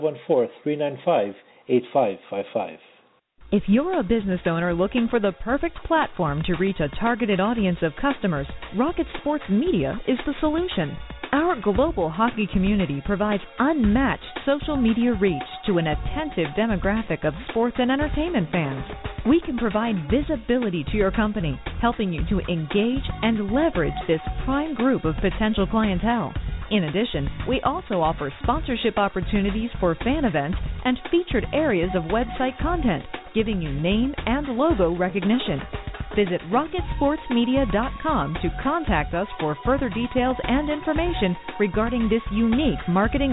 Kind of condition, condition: link, phone line